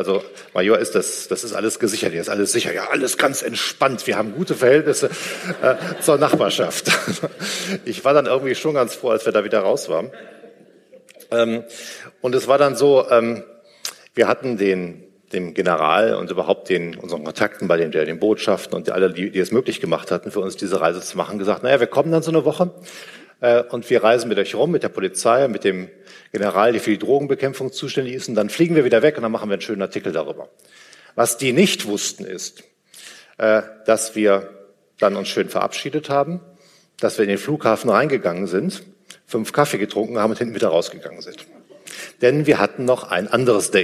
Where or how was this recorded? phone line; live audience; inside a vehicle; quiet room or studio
live audience